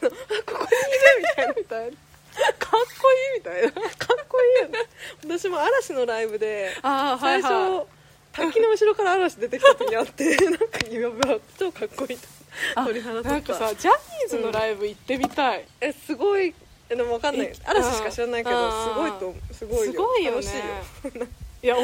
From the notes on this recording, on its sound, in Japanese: 今回はお庭収録です